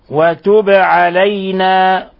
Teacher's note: قلقلنا الباء لأنها ساكنة